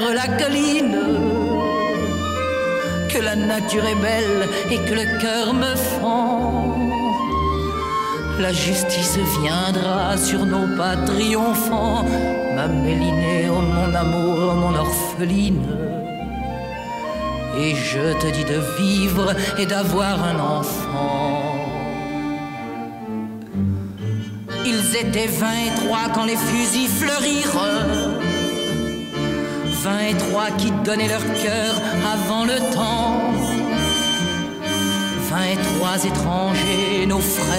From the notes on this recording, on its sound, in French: cet épisode a été enregistré à la Gaîté Lyrique